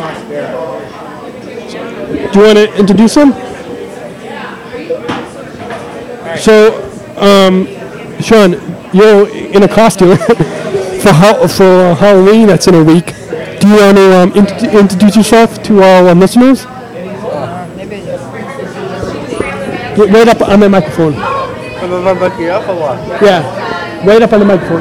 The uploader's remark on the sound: podcasting live from Armand's Pizzeria in LaGrange